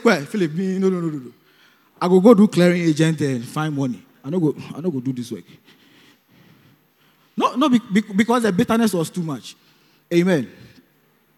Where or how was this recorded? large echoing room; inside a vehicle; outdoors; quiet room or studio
large echoing room